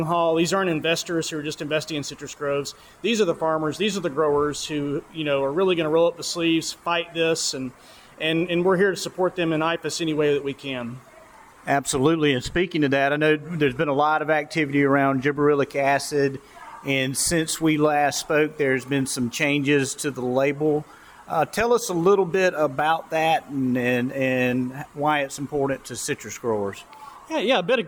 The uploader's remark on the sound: Speaks live and on-the-scene during the Florida Citrus Industry Annual Conference in Bonita Springs. Hosted by Florida Citrus Mutual.